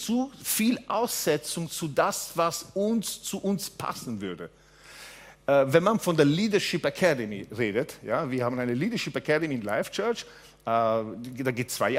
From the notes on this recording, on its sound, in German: Gottesdienst live aus der LIFE Church Wien